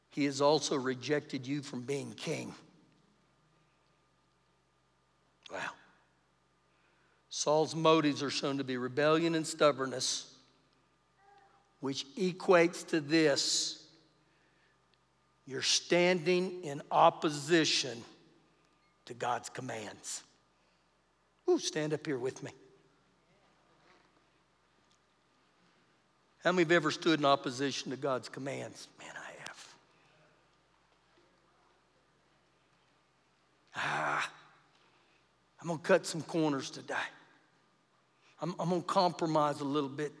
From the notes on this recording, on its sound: Recorded live during our Wednesday night service